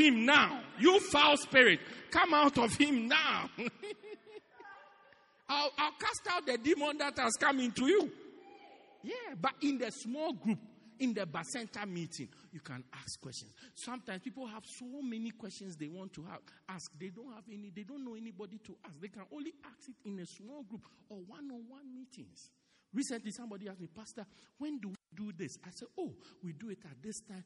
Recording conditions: large echoing room